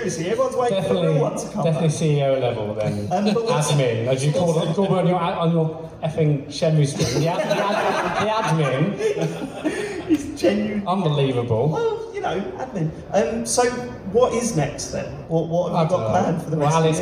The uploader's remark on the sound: Live at EGX Rezzed 2019